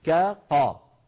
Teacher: والكاف والقاف حرفان متقاربان مخرجاهما متجاوران كا قا، فعلينا أن نبين الكاف بترقيقها والقاف بتفخيمها واستعلائها هكذا.